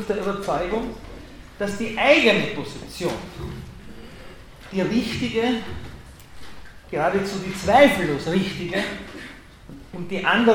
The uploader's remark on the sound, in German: Ringvorlesung im WS 2016